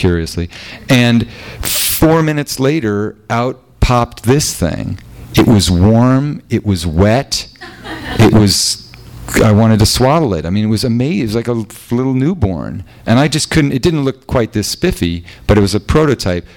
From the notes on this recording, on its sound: THIS EVENT WAS RECORDED LIVE AT SKYLIGHT BOOKS JUNE 12, 2011.